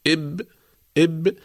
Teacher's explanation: مثال ذلك حرف الباء الساكنة، نقول إب إب، ينتهي الصوت عند الشفتين، عند انطباق الشفتين يتوقف الصوت